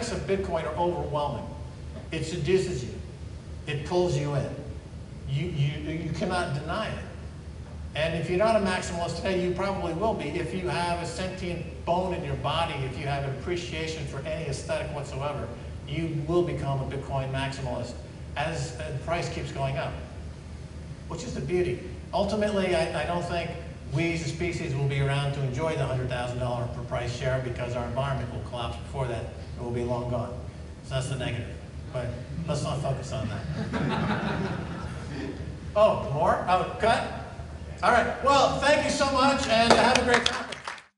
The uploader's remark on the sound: Live from HoshoCon 2018